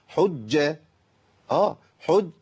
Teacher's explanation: اقف على الجيم الاولى بقطع الصوت والنفس، لان الجيم حرف مجهور شديد